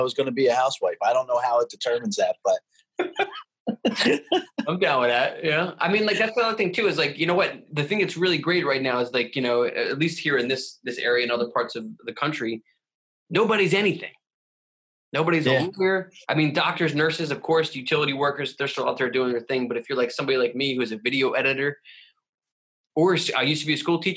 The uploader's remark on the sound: Zoom style podcasts back to back. Quarantine 2020.